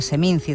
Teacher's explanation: La T de Seminti es pronuncia com la Z castellana.